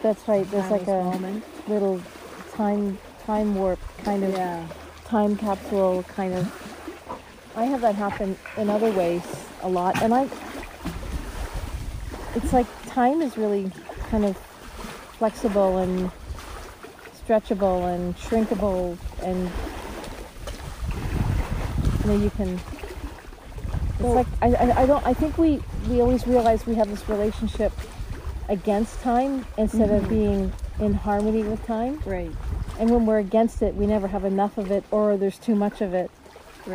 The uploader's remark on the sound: Listening to the song of Lake Bernard at the water's edge while sitting on a big flat rock that disappears under the water, also known as the Canadian Shield. Enjoy the sounds of Lake Bernard, the largest fresh water lake in the world without an island!